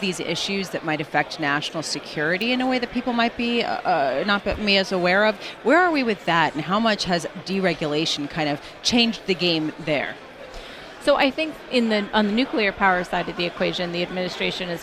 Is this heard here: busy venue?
yes